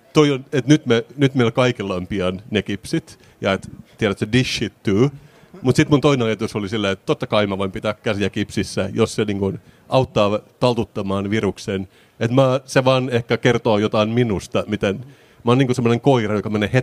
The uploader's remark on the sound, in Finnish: Senaatintori LIVE. Poddaavat elävän yleisön edessä Senaatintorilla.